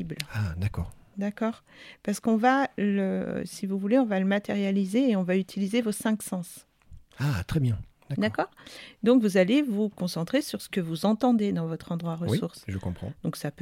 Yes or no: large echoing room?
no